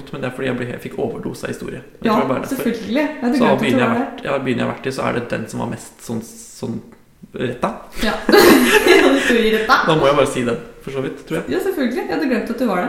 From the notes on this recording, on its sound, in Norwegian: I denne episoden med heidundranes lydkvalitet. Ekkokammer av en stue.